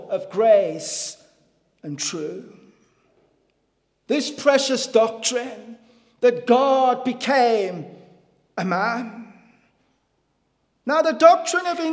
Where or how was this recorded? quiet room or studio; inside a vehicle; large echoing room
large echoing room